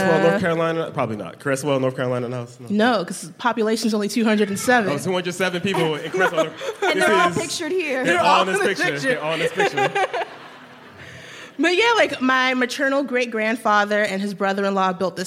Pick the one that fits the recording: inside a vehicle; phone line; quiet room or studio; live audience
live audience